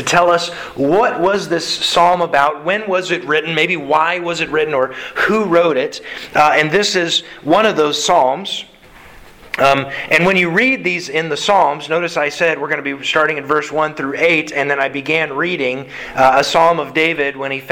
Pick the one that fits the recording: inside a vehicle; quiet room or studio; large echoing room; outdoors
large echoing room